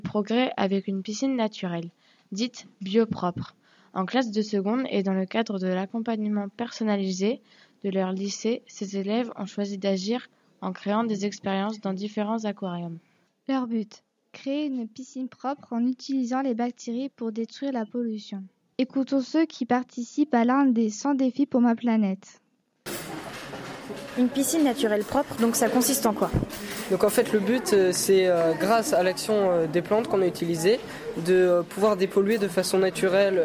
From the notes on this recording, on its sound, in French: Emission du 28 mai, en direct des rencontres Ecolysciences 2015.